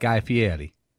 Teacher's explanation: So the R in Fieri is like more like an L